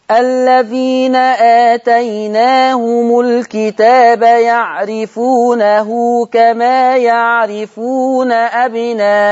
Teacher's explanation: أولا قصر البدر، ماشي، آتيناهم، المفروض أنا هقراها الذين آتيناهم الكتاب يعرفونه كما يعرفون أبناءهم. قصرت البدل وأشبعت المتصل لورش · Term: قصر البدل